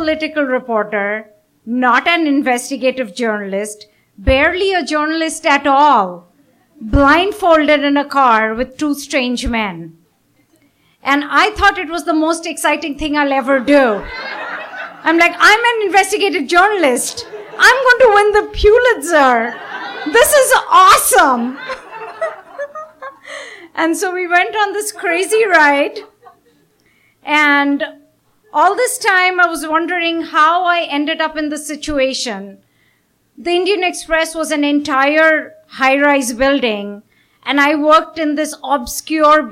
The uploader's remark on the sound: Recorded at a live storytelling event in Burlington